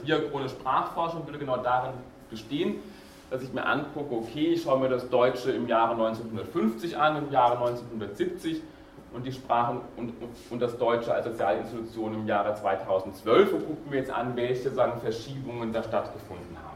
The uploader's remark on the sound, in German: Diese Vorlesung wurde von Studierenden aufgenommen